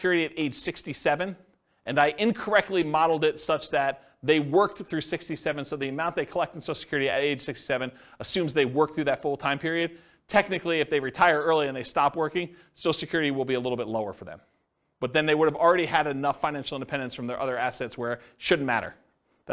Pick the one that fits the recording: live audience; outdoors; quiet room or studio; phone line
live audience